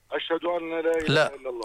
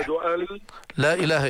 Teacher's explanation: لا لا هذا خطأ، سكن النون وأدغم. أشهد أن والنون ادغمها في اللام، أي انطق لام مشدد · Shown in: second take